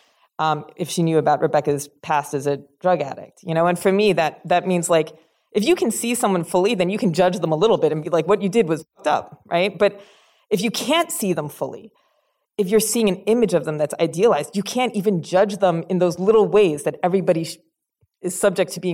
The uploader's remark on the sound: in a Q&A at the DGA theater in Los Angeles.